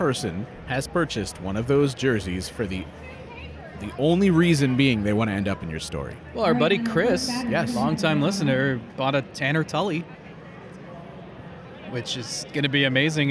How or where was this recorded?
busy venue